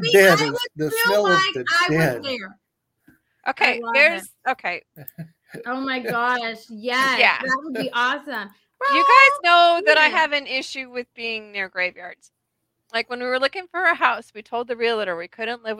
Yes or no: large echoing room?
no